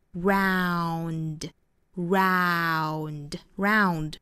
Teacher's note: 所有的英语里面这个双元音都是前面一个音长音重带出后面又轻又弱的小元音